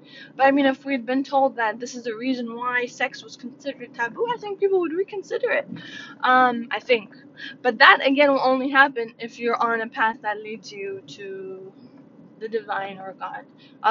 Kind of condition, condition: fault, sounds in the background